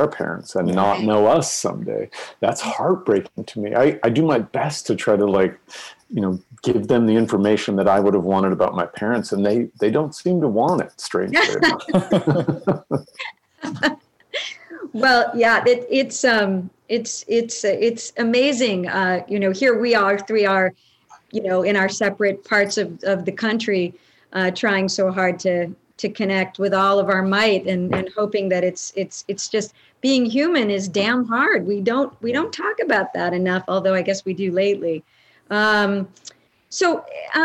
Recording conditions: video call